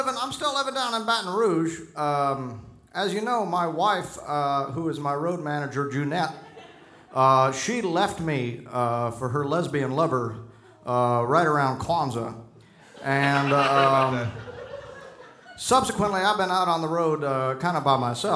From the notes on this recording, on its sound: Our second live show. Recorded 5/11 at Largo in Los Angeles.